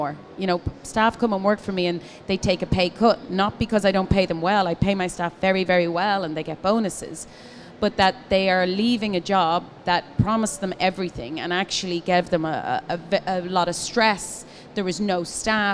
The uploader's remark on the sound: Live from Commercial Kitchen. Was recorded live.